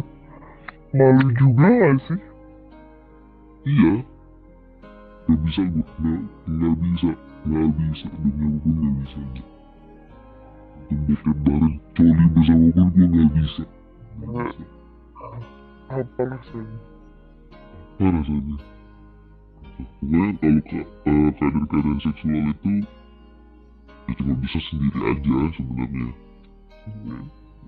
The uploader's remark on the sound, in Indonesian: Mohon maaf kalau qualitas Audionya tidak menyenangkan